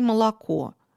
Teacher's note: Не различается «а» и «о». Мы не говорим с вами отчетливо «о» в слове «молоко». Вот произносится такой редуцированный звук «а». · Term: аканье